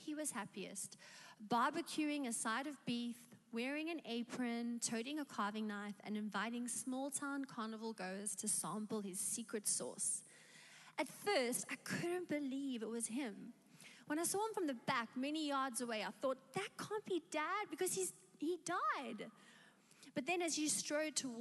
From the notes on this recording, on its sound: Recorded live on Sunday the 24th October 2021.